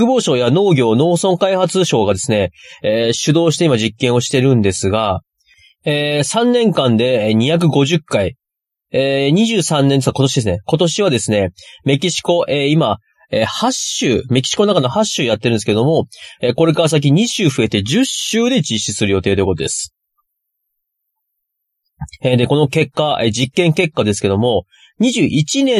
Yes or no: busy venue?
no